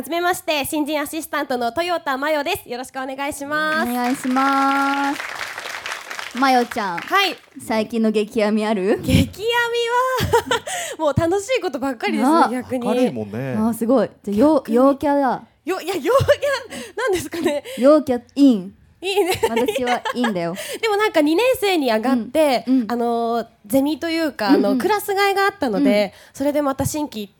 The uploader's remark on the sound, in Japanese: 東京アナウンス学院から公開収録（２週目）。